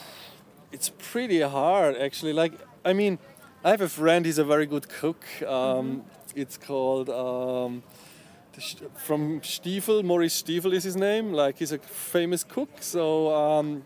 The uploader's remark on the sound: In this podcast interview which was recorded during the Noisily Festival in the UK.